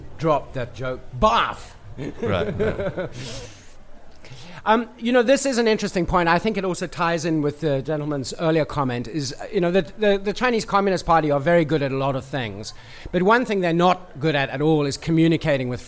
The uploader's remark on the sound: Took audience questions at a live podcast at the Definitive China Happy Hour in Washington, D.C., on August 10, 2017. The Happy Hour brings together China professionals and enthusiasts from over 30 D.C.-area China organizations.